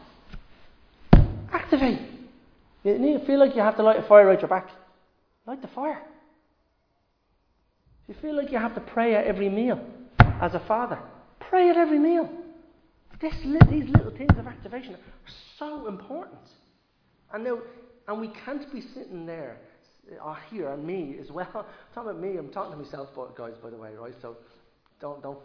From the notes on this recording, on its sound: Recorded live in Liberty Church.